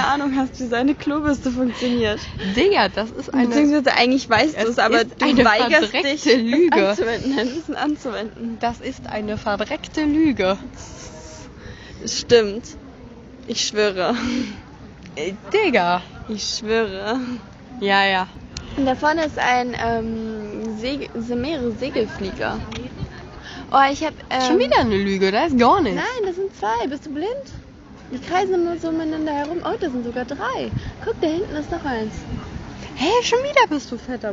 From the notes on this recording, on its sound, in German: Die letzte Etappe ist auf dem Weg zum Restaurant vor dem Abendbrot. Die Tonqualität ist leider entsprechend der nicht so ruhigen Umgebung nicht so top.